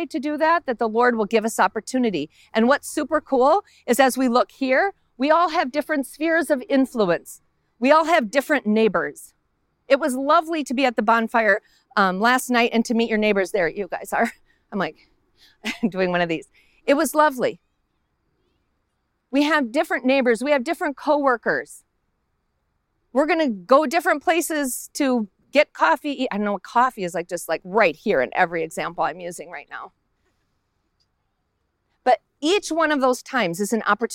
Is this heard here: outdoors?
yes